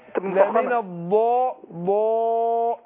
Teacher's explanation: بصفه الاستعلاء والاسباق اللي في الضاد والاستطاله